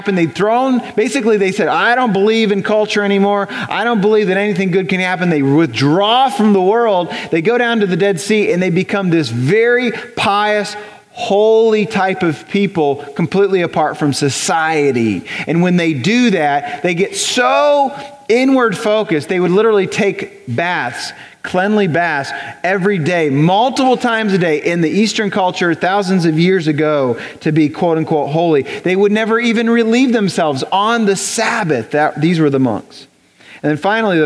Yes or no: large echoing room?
yes